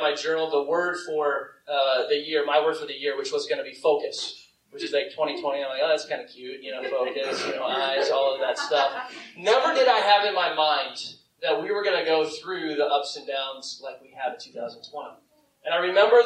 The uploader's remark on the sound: I apologize for the audio quality. The audio was taken from a video, but you can still hear the message.